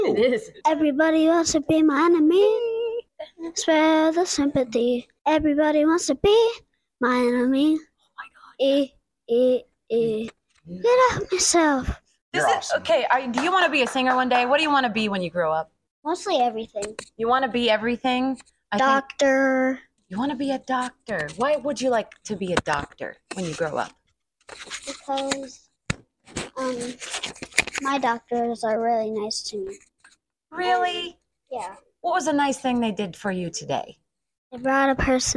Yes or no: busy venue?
no